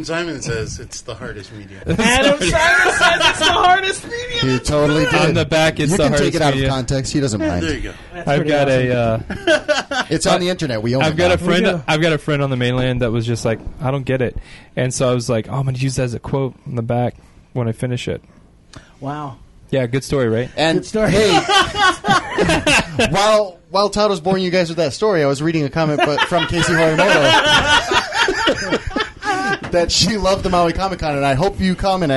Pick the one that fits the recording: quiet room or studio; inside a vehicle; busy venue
busy venue